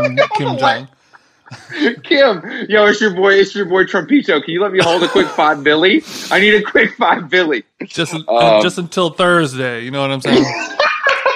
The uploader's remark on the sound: She was nice enough to call in from her parents house while standing on some chairs to get better reception.